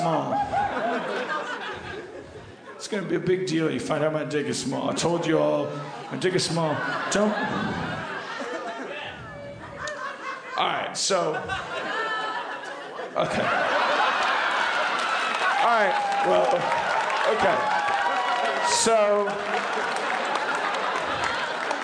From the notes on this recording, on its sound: LIVE at The Gramercy, NY Comedy Festival 2015: Night 2.